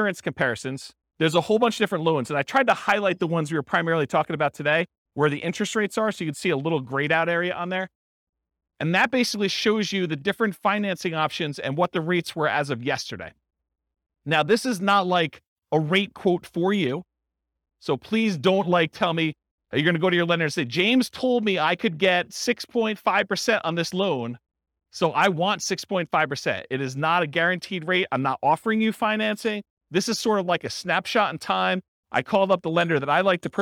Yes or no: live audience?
yes